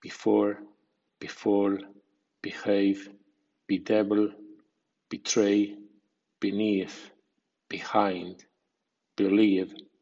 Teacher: BE es un prefijo que suena B con I corta y acento débil